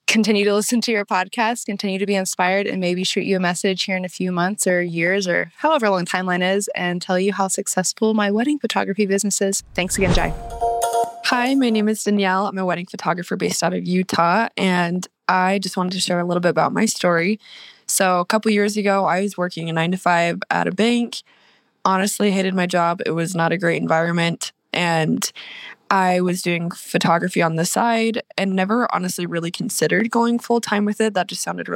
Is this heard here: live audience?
no